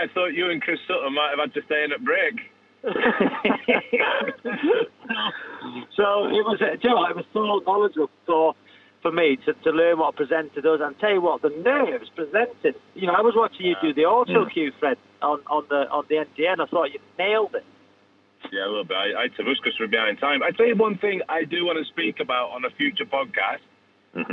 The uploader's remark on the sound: call in on the phone